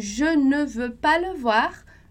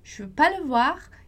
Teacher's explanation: esse E mudo é o E que justamente vai desaparecer · Shown in: second take